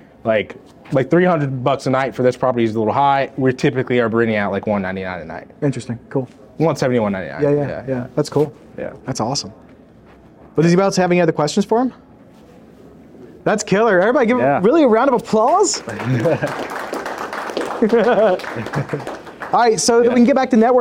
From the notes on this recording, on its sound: This week's episode is a recording of a Short Term Rental meetup that we hosted in Greenville, SC.